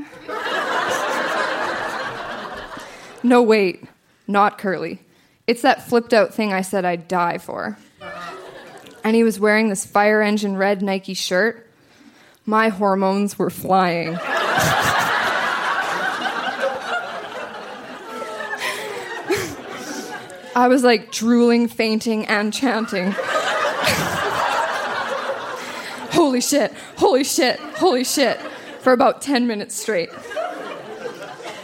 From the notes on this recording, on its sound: Recorded live at The Artesian in Regina.